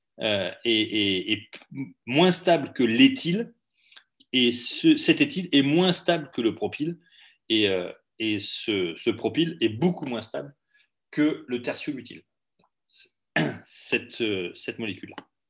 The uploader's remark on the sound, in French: Diaporama commenté en cours à distance par Zoom.